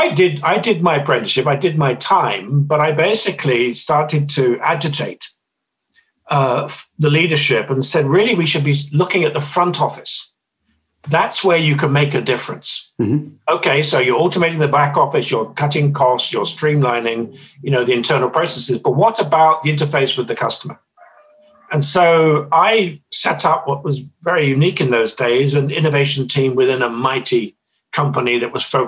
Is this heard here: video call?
yes